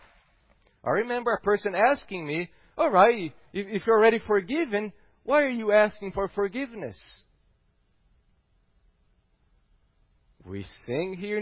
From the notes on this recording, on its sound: at Gracious Cross Reformed Church Salem